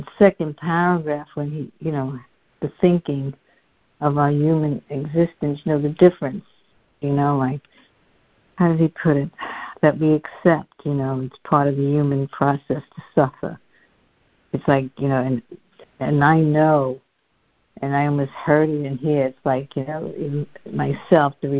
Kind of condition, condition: link, phone line